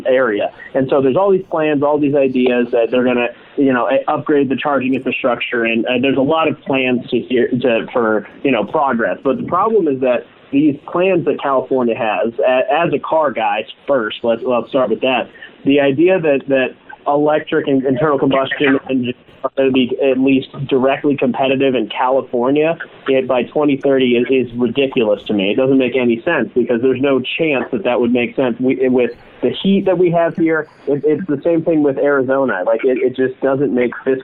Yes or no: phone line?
yes